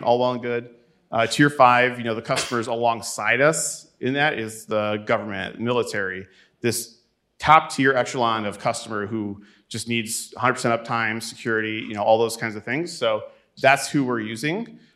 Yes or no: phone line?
no